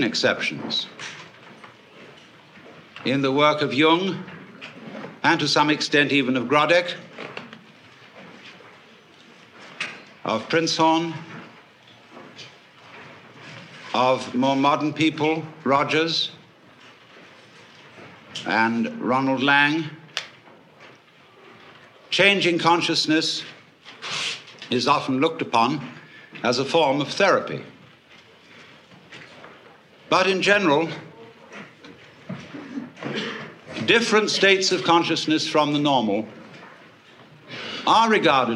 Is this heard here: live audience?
yes